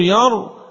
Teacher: أقول لسان الحال أن الراء هنا تفخم، لما ساكنة وما قبلها متحرك بالفتحة